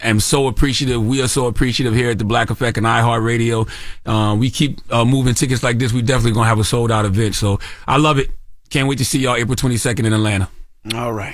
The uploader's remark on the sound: we open the phone lines